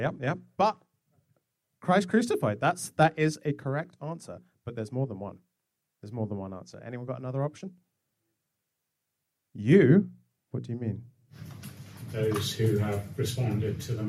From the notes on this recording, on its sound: Recorded on Saturday 5 November 2022 at Christ Church Winchester.